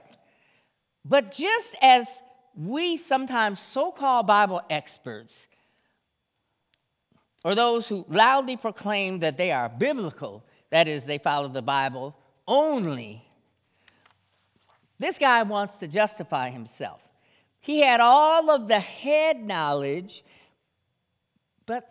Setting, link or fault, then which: setting, large echoing room